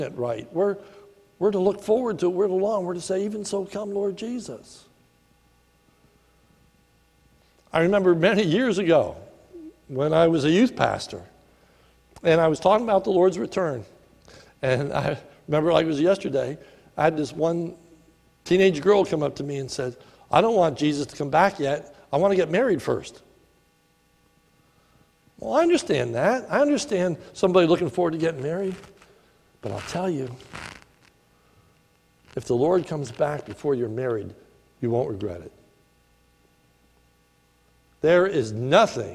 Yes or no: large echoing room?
yes